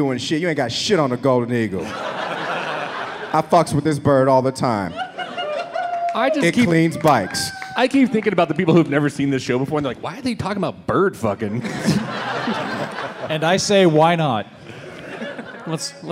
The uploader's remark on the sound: LIVE from Salt Lake Comic Con. Our panel recorded LIVE in its entirety, your questions.